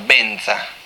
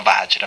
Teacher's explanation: Benza è, benza è il modo che i tibetani dicono vajra, perché non riescono a dire la V. · Shown in: first take · I tibetani sono incapaci di dire la V, Perciò il modo come è scritto Vajra in, in sanscrito, nella fonetica, i tibetani, il modo di leggere la fonetica del sanscrito di Vajra dicono Benza.